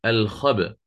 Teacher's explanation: تصبح الخبأ بقلقلة الباء بالسكون بعد أن أتيت بالنقل